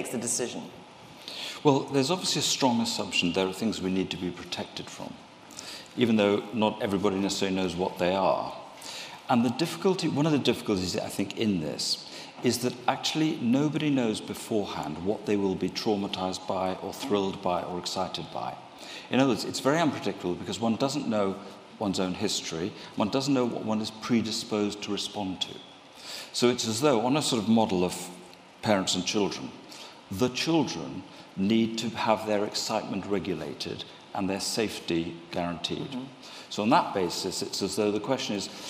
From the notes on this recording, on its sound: In this panel discussion recorded in the RA's Benjamin West Lecture Theatre.